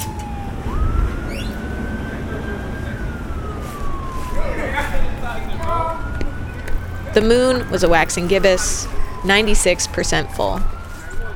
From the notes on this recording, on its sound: goes nightwalking in New York City and talks to strangers